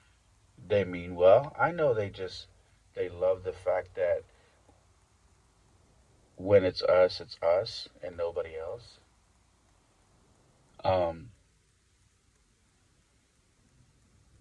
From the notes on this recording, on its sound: Thoughts from the Car.